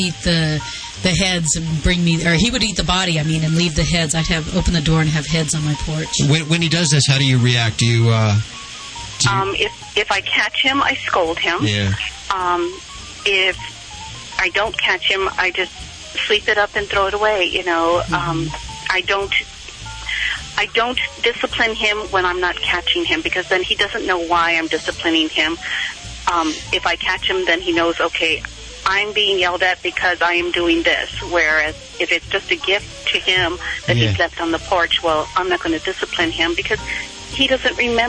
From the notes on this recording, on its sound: Listener phone calls.